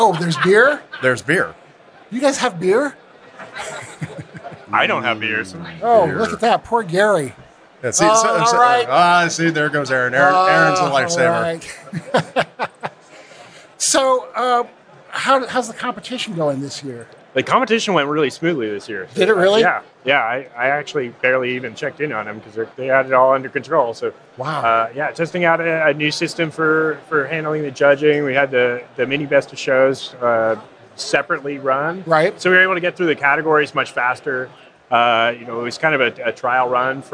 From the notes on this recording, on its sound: Live in Beervana. In this special live episode.